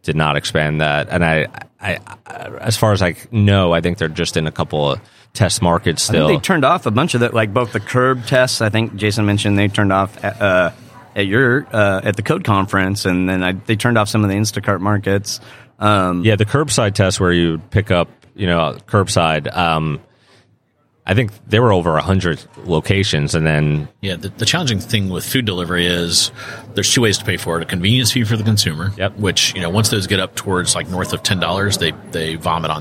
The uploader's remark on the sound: interview live from the NRF Big Show